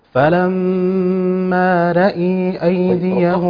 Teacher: مش ممالة، هي على أصلها بالتفخيم